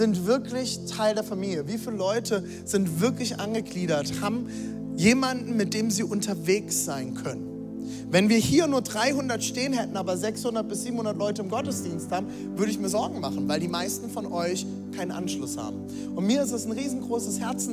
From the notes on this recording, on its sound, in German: Audiomitschnitt der Predigt